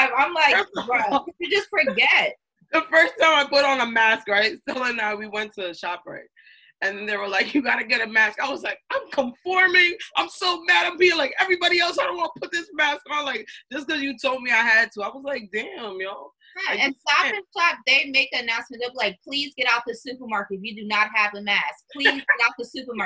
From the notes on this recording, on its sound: The girls connect via zoom.